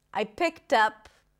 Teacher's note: the D is pronounced as a T